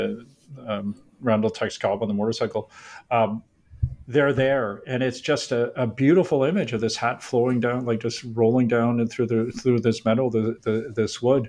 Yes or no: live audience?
no